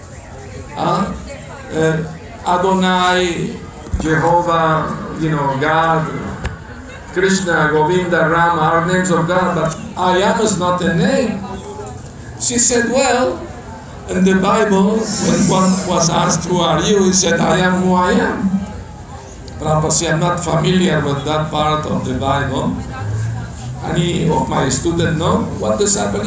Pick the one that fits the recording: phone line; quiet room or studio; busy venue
busy venue